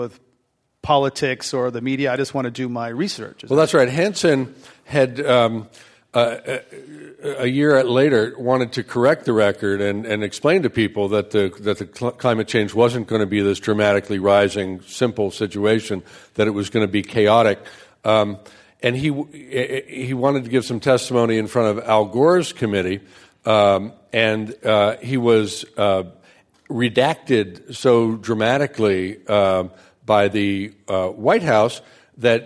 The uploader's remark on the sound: This program was recorded in front of a live audience at The Commonwealth Club.